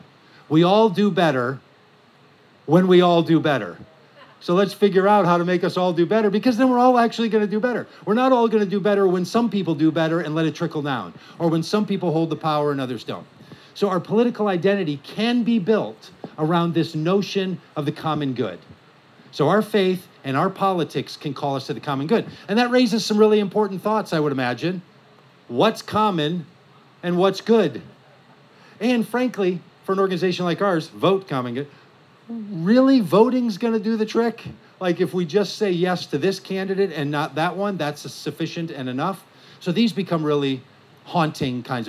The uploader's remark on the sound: From The Wild Goose Festival. At the Wild Goose Festival in North Carolina in July of 2023.